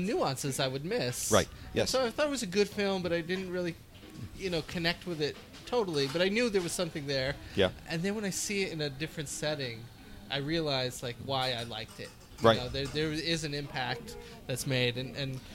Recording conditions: busy venue